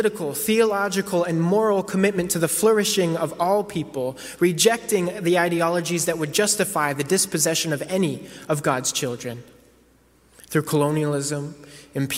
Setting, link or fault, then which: setting, large echoing room